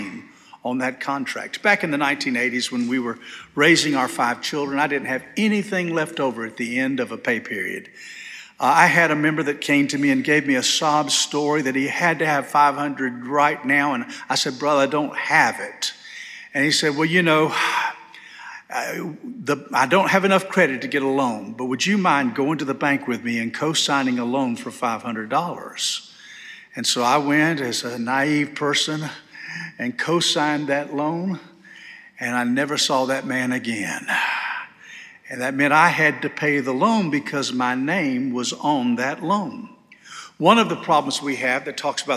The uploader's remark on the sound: This sermon was delivered on August 6, 2023 at First Baptist Church Hendersonville, NC.